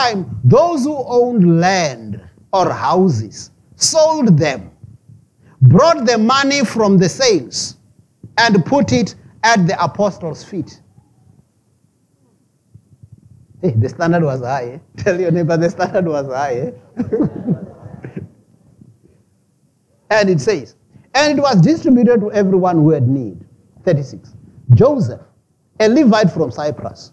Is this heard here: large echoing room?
yes